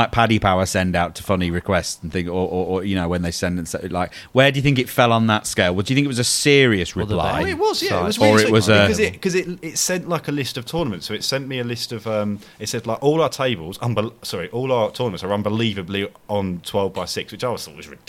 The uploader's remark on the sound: Recorded at the English Open in Crawley.